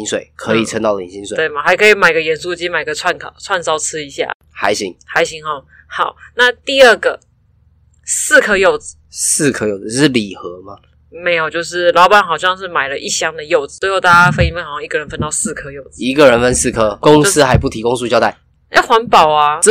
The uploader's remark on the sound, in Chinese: 本集各種爆音